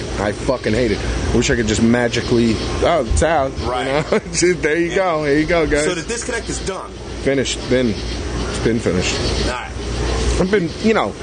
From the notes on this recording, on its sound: Live from Huntington Station. We met up at a shitty little bar in Huntington Station, Long Island.